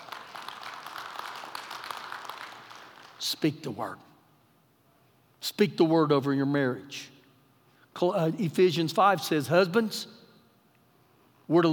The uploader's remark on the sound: Recorded live during our Sunday morning service